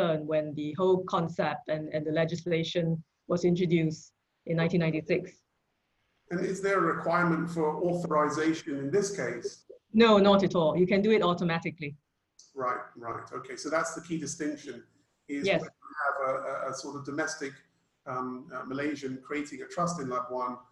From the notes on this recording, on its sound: Virtual Round Table. Webinar audio recording dated 18 Aug 2020.